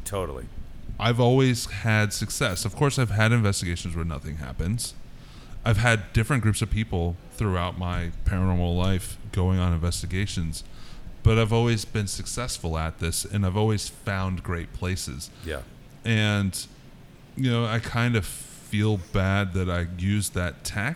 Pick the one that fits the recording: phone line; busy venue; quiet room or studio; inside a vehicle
busy venue